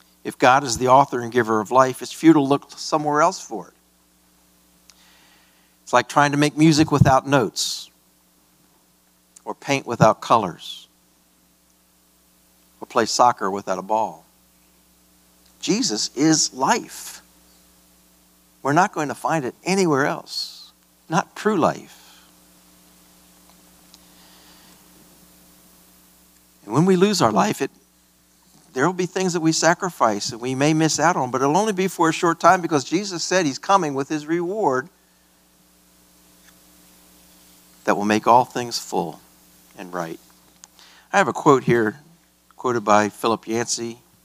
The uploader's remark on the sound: This message was preached at a Free Grace Alliance regional conference at Emmanuel Baptist Church in Starkville, MS.